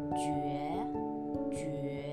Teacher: The second tone, you need to go down a little bit and then go up smoothly.